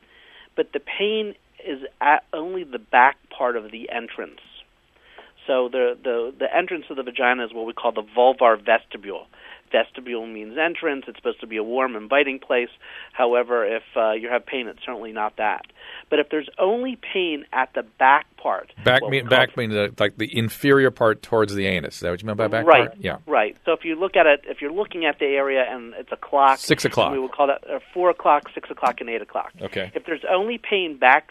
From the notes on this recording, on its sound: They take a listener phone call.